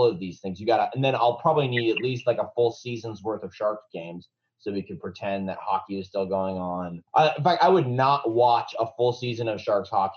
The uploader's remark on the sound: connect over zoom